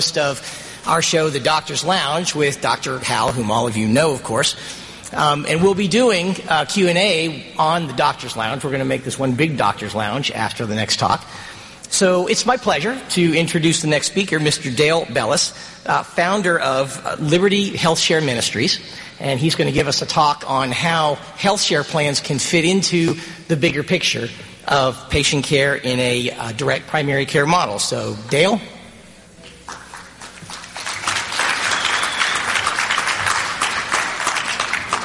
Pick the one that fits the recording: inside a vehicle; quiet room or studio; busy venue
busy venue